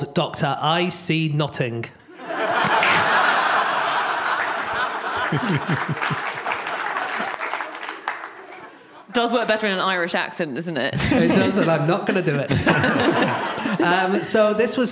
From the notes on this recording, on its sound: Live from Exeter